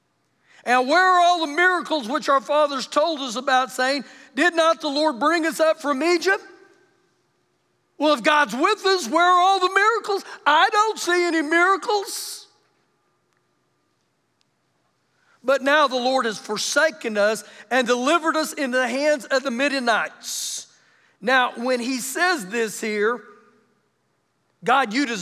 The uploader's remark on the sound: Recorded live during ourSunday morning service